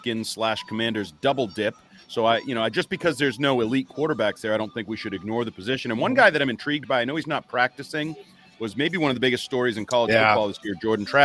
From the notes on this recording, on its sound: LIVE from the East-West Shrine Bowl in Frisco, Texas.